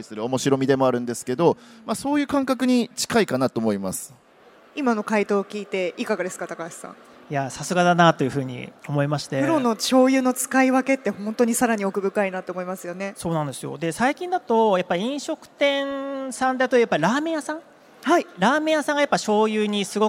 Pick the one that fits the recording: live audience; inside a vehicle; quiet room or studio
live audience